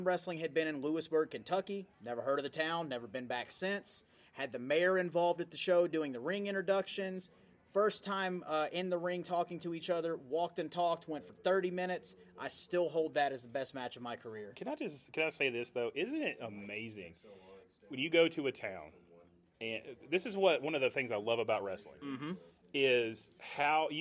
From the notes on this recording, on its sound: Today's episode was recorded live, & on the scene at Day 1 of ICCC in Nashville, TN. You'll hear clips from my booth, and from my appearances live on the ECPCTV Media Stage.